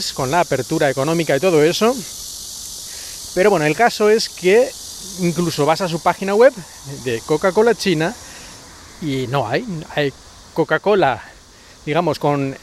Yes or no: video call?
no